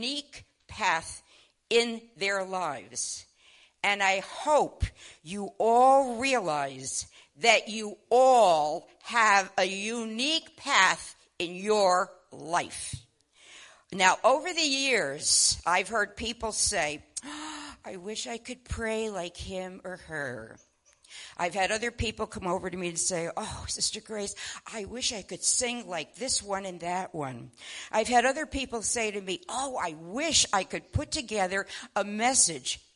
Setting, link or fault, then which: setting, large echoing room